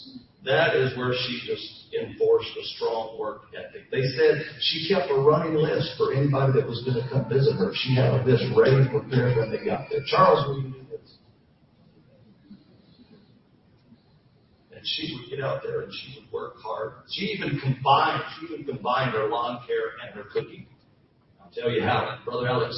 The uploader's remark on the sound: Funeral Service. Live from the Grand Marais, Jennings, LA.